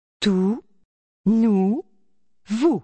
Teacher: The sound OU occurs in such English words as sou, shoe, and two. The French OU is shorter, tenser, and more rounded than the vowel sound in English.